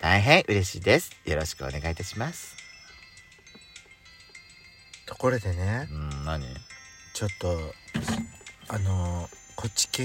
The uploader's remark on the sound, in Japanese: 2人組。パーキング収録。